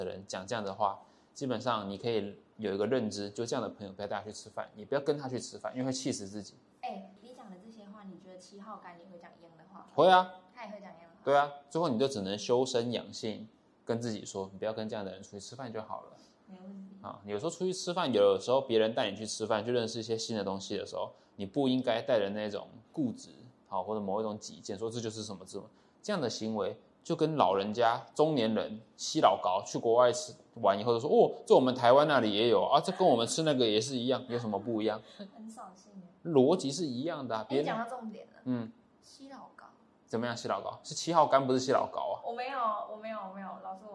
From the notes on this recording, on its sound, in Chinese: 除了麥克風之外，我的錄音機也快壞了